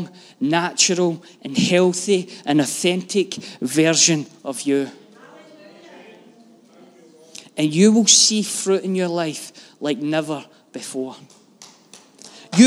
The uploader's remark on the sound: Live from our Sunday gathering on 05/02/23